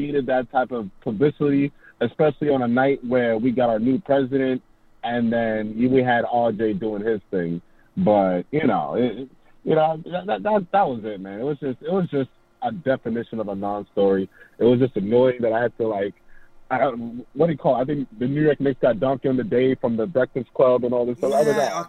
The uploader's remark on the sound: takes live phone calls from fans around the world